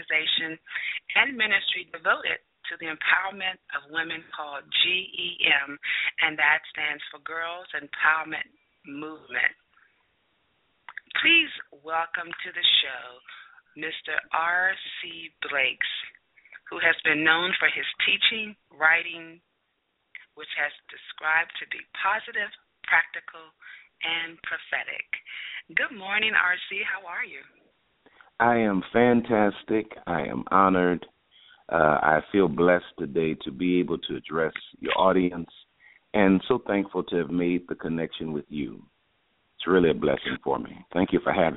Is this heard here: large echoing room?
no